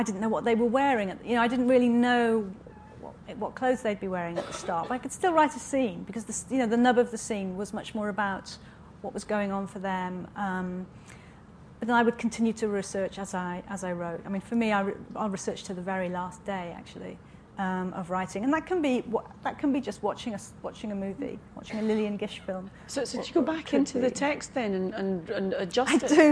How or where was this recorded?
busy venue